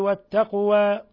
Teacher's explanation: والتقوى القاف تقلقل لأنها ساكنة، والتقوى هنا اللام شمسية التقوى راحت اللام.